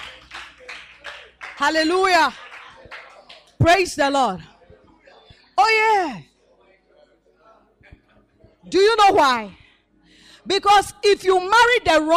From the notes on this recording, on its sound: Preached at the MANY ARE CALLED Camp